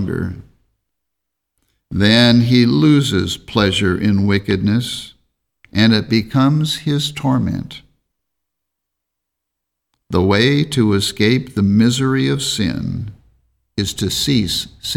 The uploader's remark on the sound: The Sunday service audio from October 31st, 2021